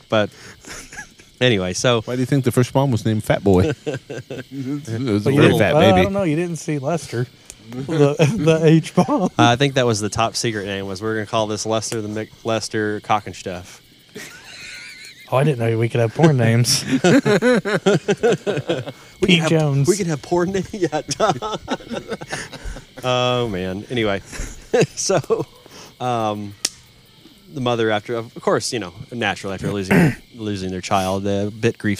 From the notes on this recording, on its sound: This episode was recorded at the campground around other people, in the fresh cool Indiana air.